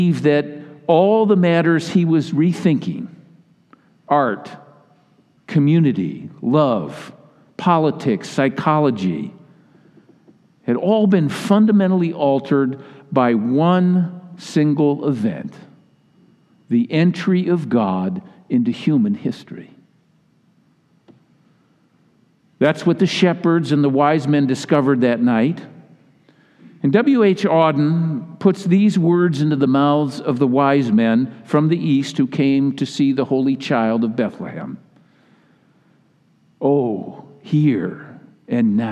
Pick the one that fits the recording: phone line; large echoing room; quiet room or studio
large echoing room